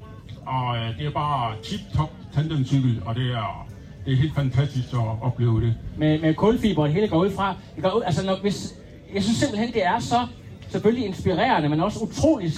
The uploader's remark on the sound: IM Cph 2023 - Live on Stage